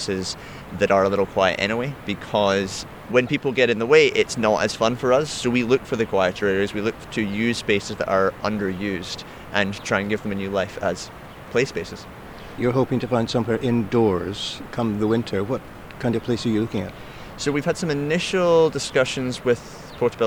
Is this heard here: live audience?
no